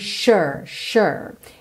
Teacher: atenção que o S tem esse som de X ou SH, U, não é um U fechadinho, é ok?